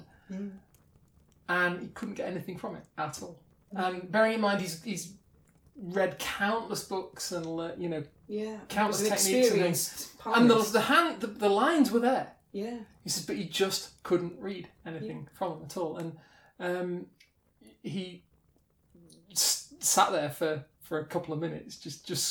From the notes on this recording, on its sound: Background fire ambience by inchadney from freesound.